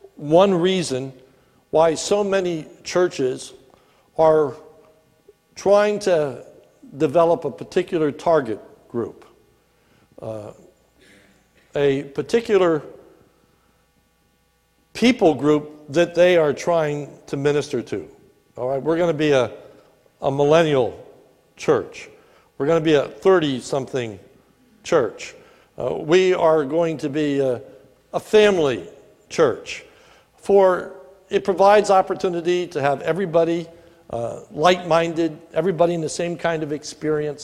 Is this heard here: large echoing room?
yes